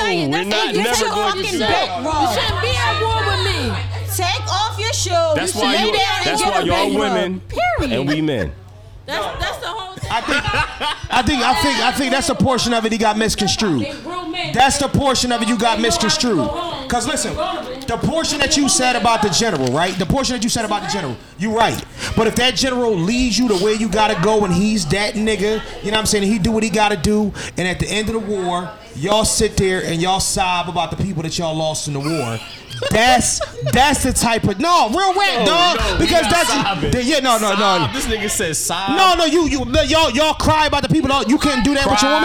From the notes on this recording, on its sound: Live From Krush Lounge in Philadelphia Pa 3/28/23!